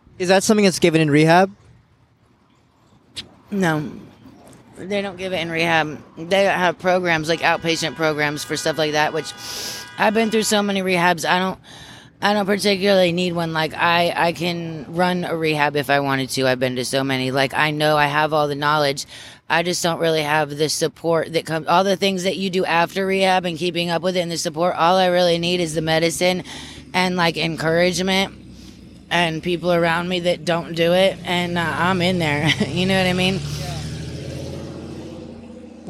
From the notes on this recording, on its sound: I took my mic and went out looking. Making sketches in a notebook at a median in between traffic.